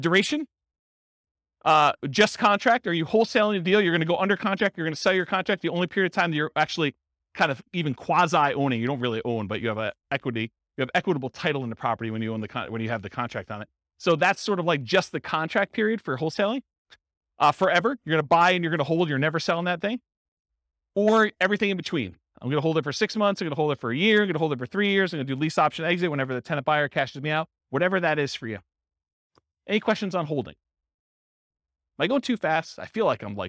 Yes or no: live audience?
yes